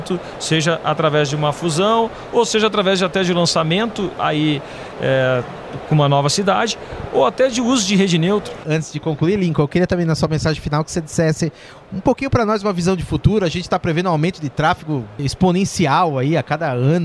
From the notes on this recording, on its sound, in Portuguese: Em entrevista gravada no Futurecom.